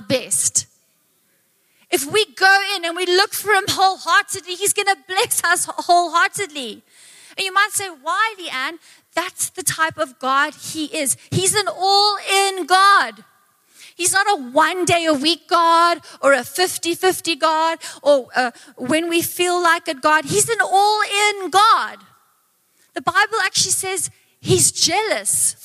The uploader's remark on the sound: Recorded live on Sunday the 21st of January 2024